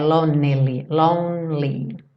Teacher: Percebe que lonely, do N você vai pro L. Não fala o E.